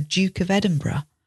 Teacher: in the British English, we say duke with a J sound, as in the Duke of Edinburgh.